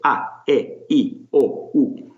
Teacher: But if you know how to pronounce Italian or Spanish vowels, you've got it made. The vowels are pure, they're crisp, they don't glide or float away the way English vowels often do